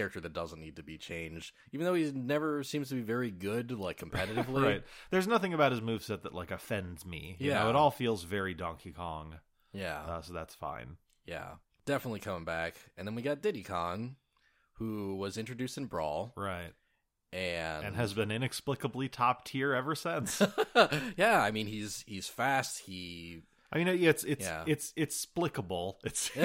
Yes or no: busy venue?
no